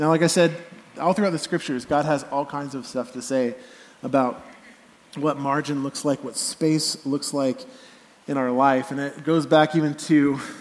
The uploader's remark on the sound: Message delivered at the Benicia campus